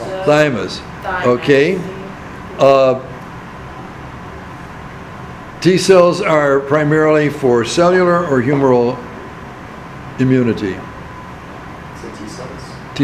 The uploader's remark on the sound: Recording of discussion with the class on the midterm.